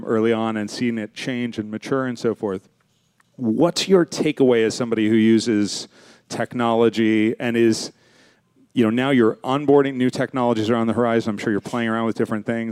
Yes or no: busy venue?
yes